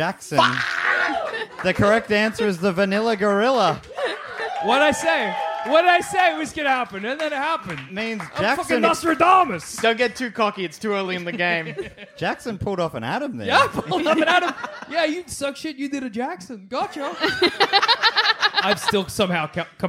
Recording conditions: live audience